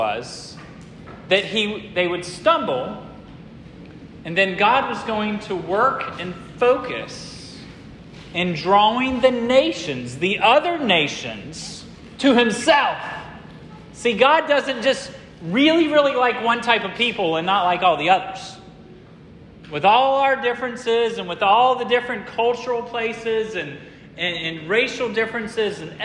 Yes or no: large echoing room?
yes